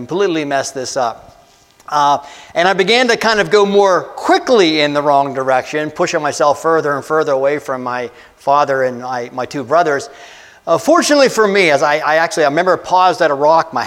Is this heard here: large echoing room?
yes